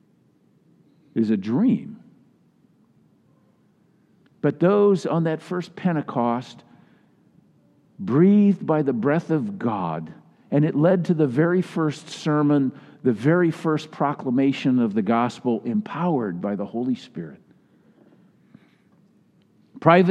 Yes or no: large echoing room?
yes